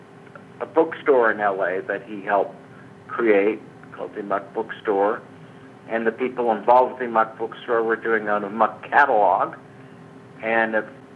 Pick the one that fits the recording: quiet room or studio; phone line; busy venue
phone line